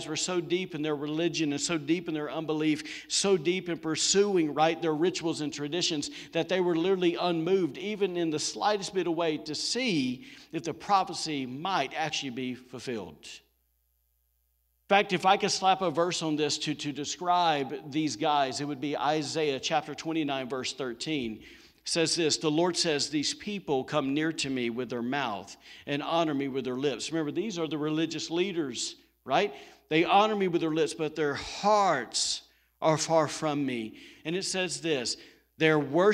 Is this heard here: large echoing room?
yes